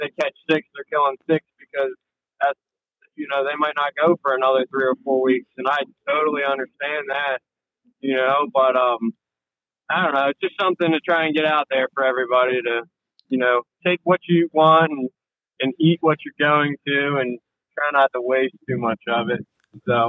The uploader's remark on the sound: Calls in for this podcast while driving to an offshore tournament in North Carolina.